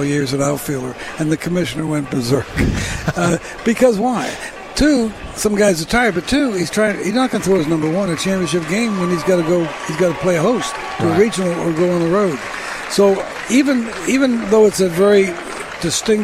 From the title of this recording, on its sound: LIVE at the 2021 SEC Tournament